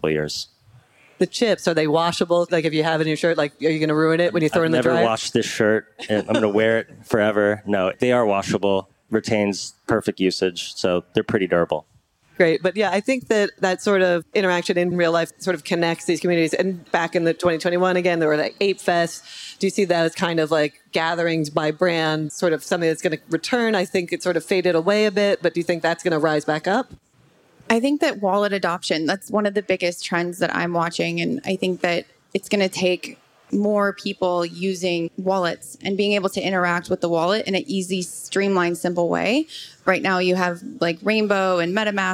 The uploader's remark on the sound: This conversation was previously recorded at Consensus this past year in Austin, TX. On the Consensus stage.